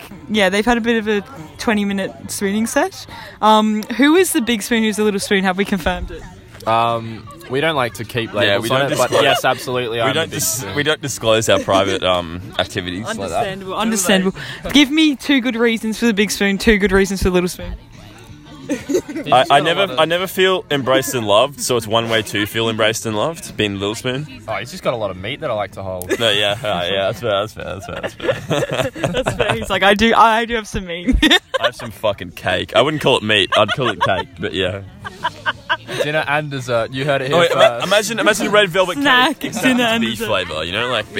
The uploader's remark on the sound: Camping edition. They record a random spontaneous tipsy podcast around the campfire.